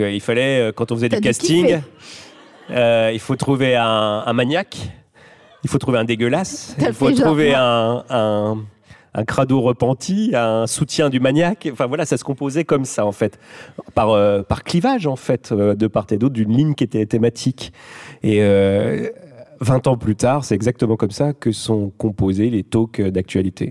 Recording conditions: busy venue